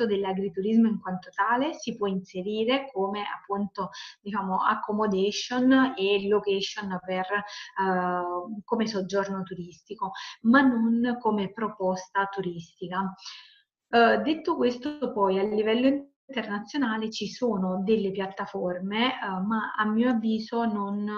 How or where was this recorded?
video call